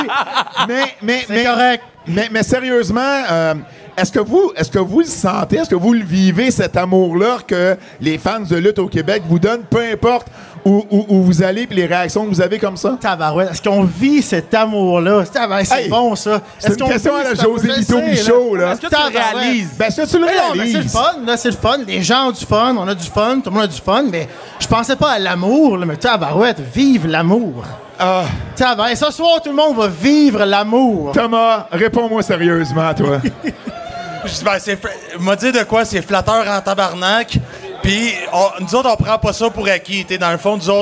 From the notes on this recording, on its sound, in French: Enregistrent un épisode spécial devant public à Gatineau, tout juste avant un spectacle de Lutte 07, dans le cadre du Festival de la Radio Numérique.